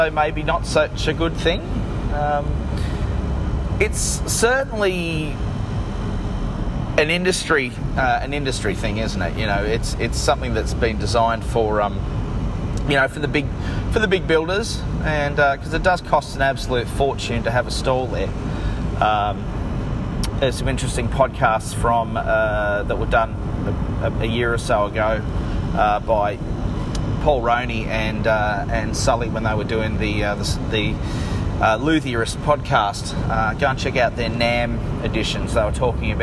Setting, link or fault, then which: setting, inside a vehicle